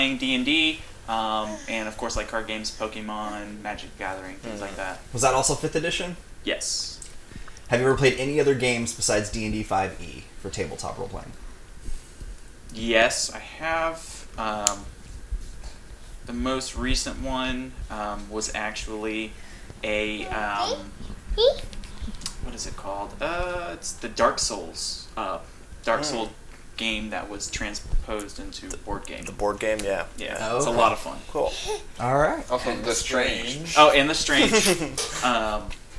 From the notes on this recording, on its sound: We apologize for some of the background noises we had some mic issues that we can not edit out very easily.